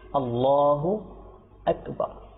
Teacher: কখনো আল্লাহ এর নামকে ছাড়া আর কোথাও এখানে আমরা টানবো না। দেখেন আকবর বললে সেটাও ভুল হয়ে যাবে, আকবর বললে এটাও ভুল হয়ে যাবে, তো আমরা কী বলবো, আল্লাহ আকবর, আচ্ছা আল্লাহ এটা বললে সেটাও ভুল হয়ে যাবে।